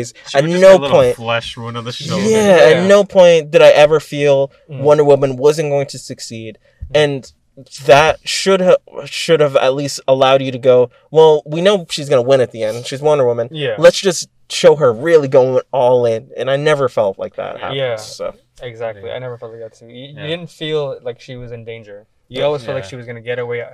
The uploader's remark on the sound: Brought to you from our car.